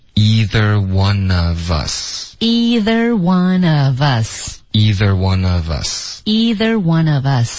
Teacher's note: 后面 one of us 要连读